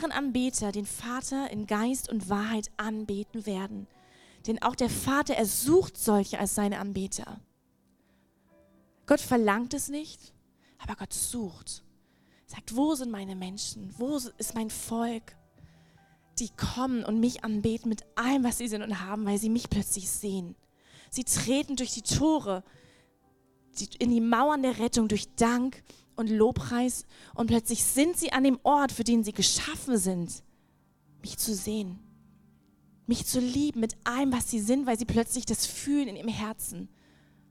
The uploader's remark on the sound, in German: Lobpreis und Anbetung - Gottesdienst Predigt